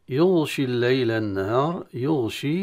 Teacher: ننتبه أن هنا الغين لا يقلب إلى قاف، خاصة الغين في حالة في المخرج قريبة من المخرج القاف، الغين من أدنى الحلق والقاف من أقصى اللسان في تقارب.